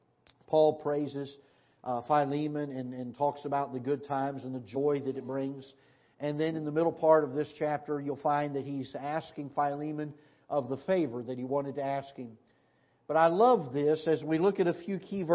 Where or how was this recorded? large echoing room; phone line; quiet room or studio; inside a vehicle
large echoing room